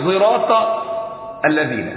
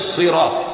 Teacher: والصاد زايا اشمها لدى خلف · Shown in: first take · Term: الاشمام